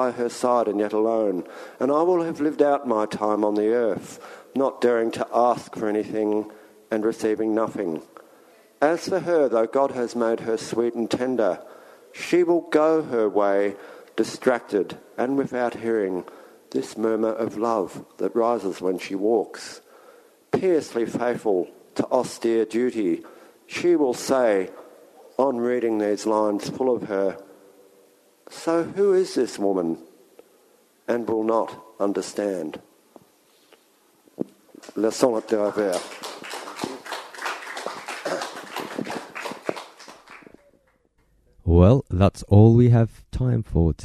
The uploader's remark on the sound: at Dancing Dog Cafe, Footscray.